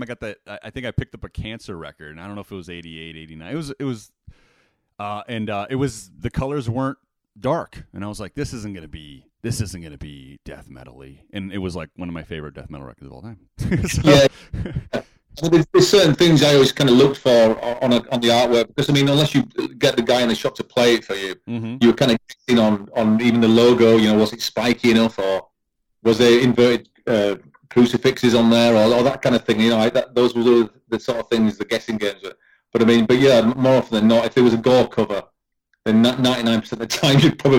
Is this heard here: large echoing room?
no